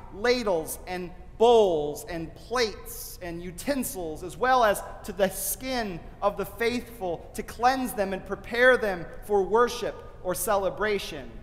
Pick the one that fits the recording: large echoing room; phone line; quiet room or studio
large echoing room